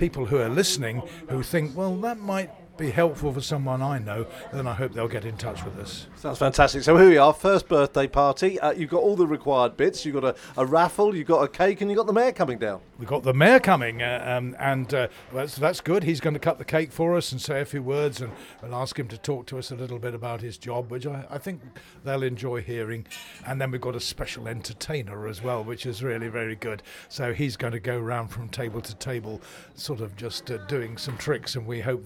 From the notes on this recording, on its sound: visits the Trumpington Memory Café, which is celebrating its 1st birthday.